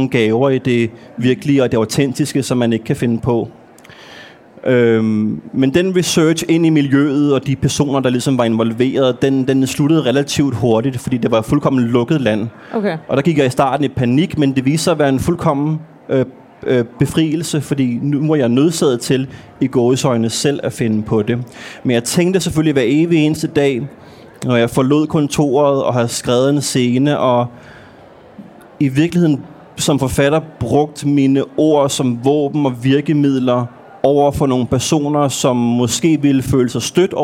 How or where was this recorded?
live audience